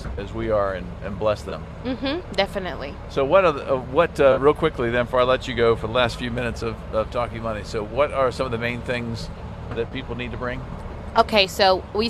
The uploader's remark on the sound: Live at the Turkey Fry Donation Drop-off. Broadcasted live from the Miracle Hill Turkey Fry Donation Drop-off event.